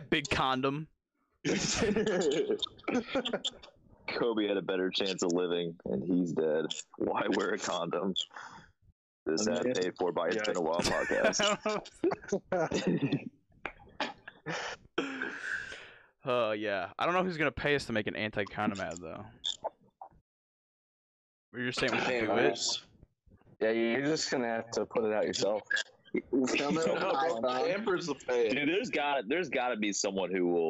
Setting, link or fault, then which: link, video call